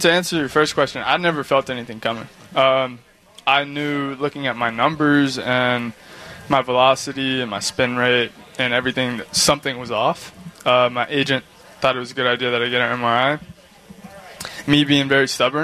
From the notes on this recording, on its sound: sit down live at SoxFest